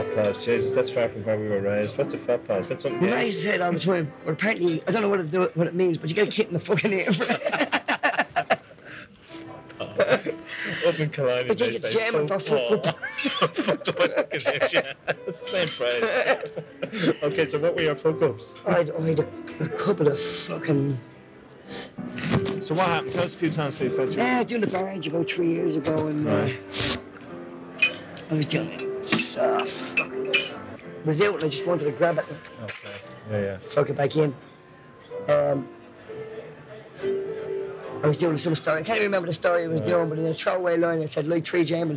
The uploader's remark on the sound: Sorry about the sound but the tape s 30 years old and the interview was recorded in a hotel lobby in Dublin.